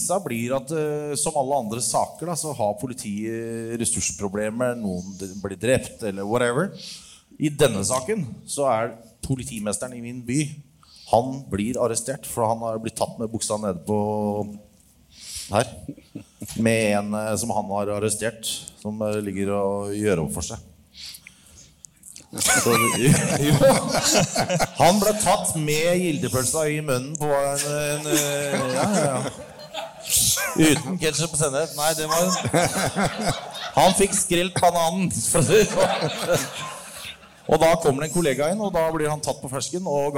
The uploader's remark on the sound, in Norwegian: Påskeshow Live fra Rockefeller.